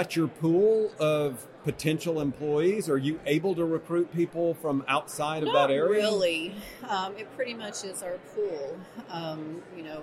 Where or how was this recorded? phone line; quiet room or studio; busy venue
busy venue